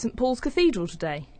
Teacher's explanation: And then we have a N sound and a T sound and the P sound at the beginning of Paul's. And what's happening is the T sound is disappearing. That's elision.